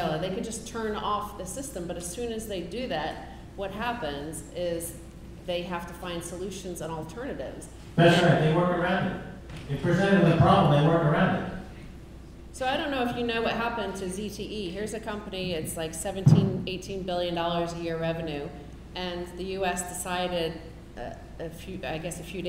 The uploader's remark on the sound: CONSENSUS NYC 2018 BLOCKVAULT BY GOLDMONEY THE KEISER REPORT LIVE ON-STAGE.